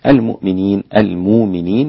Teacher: المؤمنين بإبدال الهمزة واوا، الإمام ورش والسوسي عن أبي عمرو